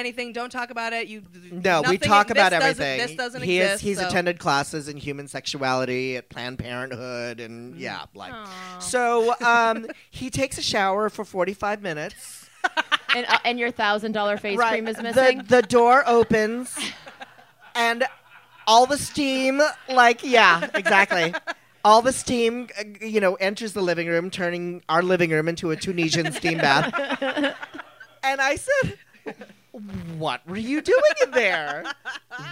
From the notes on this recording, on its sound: Record their first podcast LIVE at The Improv in Hollwyood. Surrounded by 5 or 6 actual fans and about 35 close frenemies. In front of a live audience.